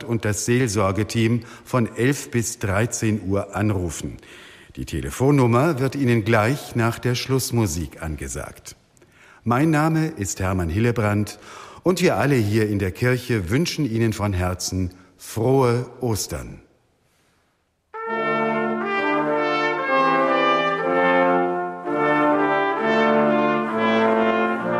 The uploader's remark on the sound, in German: Am Ostersonntag überträgt hr4 live den Gottesdienst aus der evangelischen Stadtkirche in Stockstadt am Rhein.